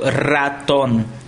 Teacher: E se fosse, por exemplo, um R no começo de palavra, como, por exemplo, raton. Então, a língua vai vibrar várias vezes fazendo R